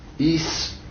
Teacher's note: une consonne implosive, une consonne à tension musculaire décroissante. Par conséquent, une consonne faible.